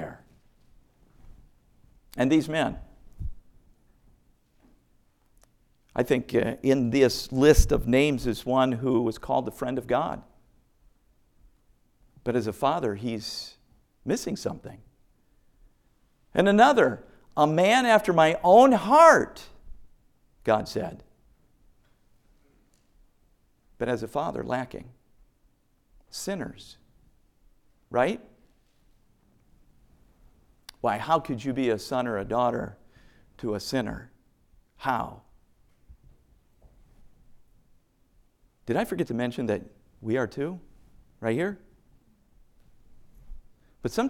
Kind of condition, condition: setting, large echoing room